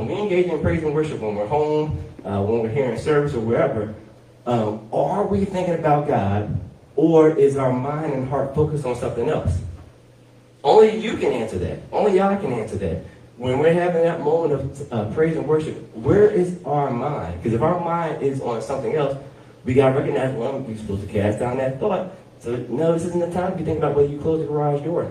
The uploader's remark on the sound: Sermon audio from Heart of Praise and Worship on September 17, 2023